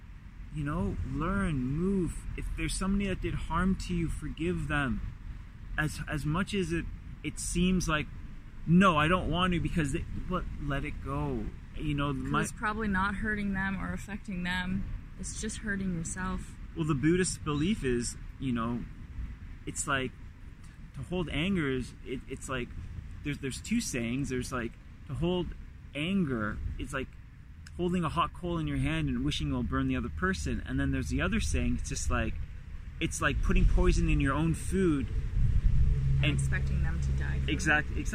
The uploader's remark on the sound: Carcast